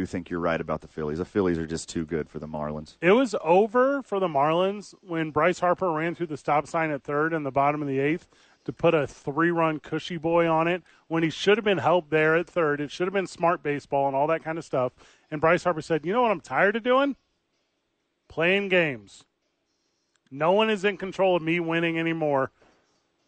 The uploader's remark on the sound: live from ABQ AXE